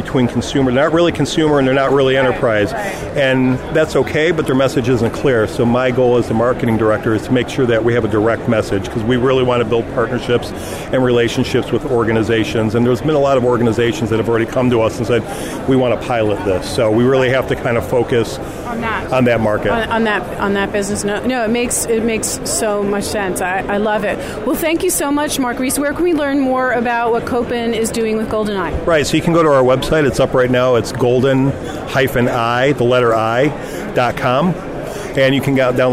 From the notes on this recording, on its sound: Live From The Show Floor of AWE2018.